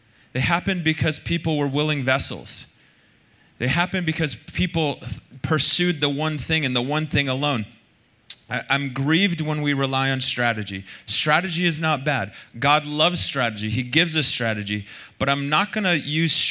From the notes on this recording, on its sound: Recorded Sunday Night Service at Reunion Hawaii